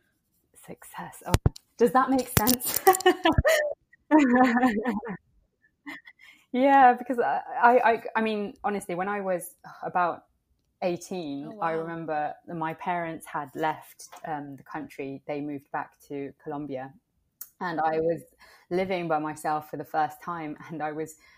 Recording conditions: poor sound quality